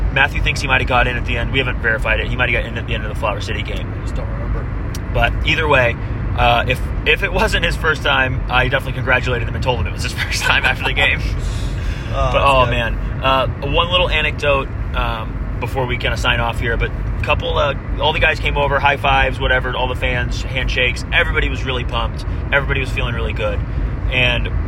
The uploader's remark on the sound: Hello from the car! Check in from I-24. The audio quality is a bit rough, so we apologize.